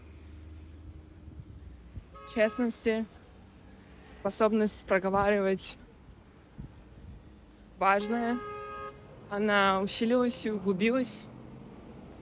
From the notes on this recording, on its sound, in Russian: Звуковая прогулка-рефлексия. В этом соло эпизоде я приглашаю вас на звуковую прогулку по городу Алматы. И все это на фоне звуков города.